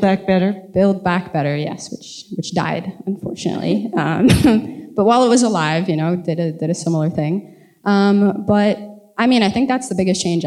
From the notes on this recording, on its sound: Live Episode: A Climate Book Talk. Onstage for this live episode.